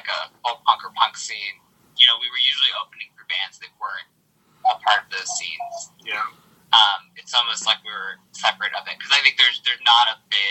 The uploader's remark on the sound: Recorded via phone in Grand Rapids, Michigan, and Austin, Texas, on Wednesday, March 23rd, 2022.